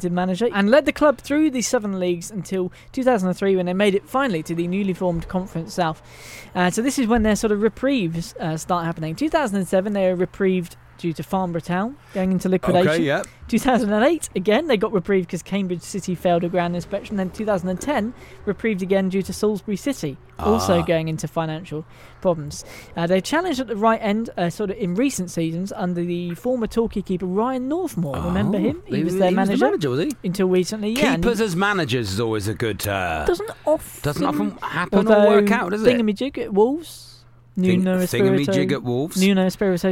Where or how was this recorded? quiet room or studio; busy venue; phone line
busy venue